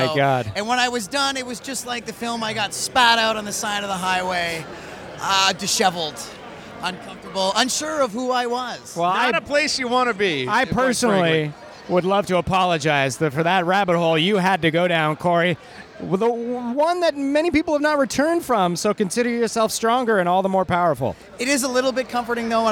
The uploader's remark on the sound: LIVE FROM THE TRIBECA FILM FESTIVAL RED CARPET